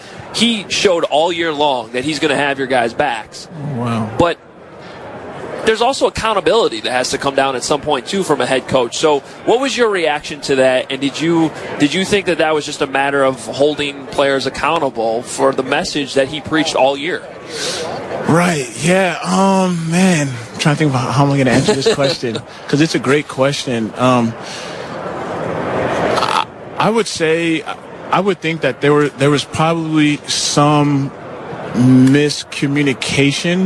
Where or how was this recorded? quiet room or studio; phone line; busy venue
busy venue